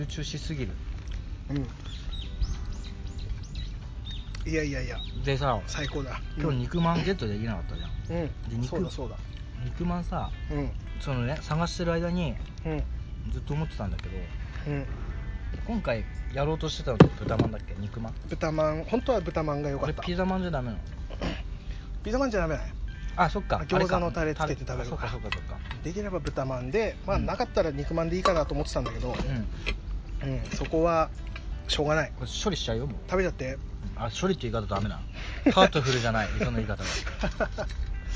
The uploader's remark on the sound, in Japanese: 今回は念願のBBQをしながらの収録です！屋外で食べながら話しているので、雑音等々お聞き苦しいかとは思いますが、鳥の声、風の音などと一緒に、普段とは違った環境での話をお楽しみいただければと思います。